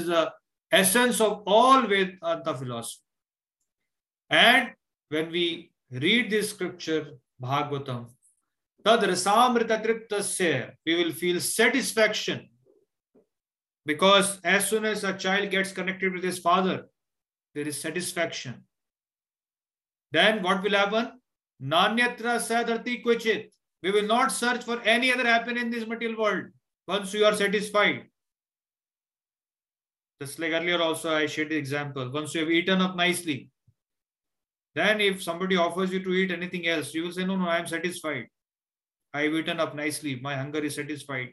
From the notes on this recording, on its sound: Zoom recorded sessions